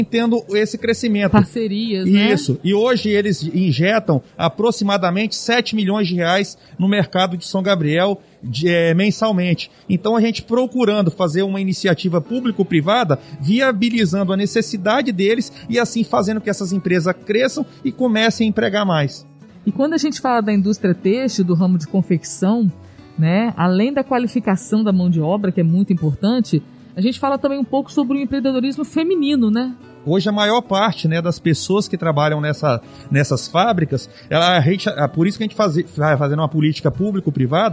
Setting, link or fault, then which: setting, busy venue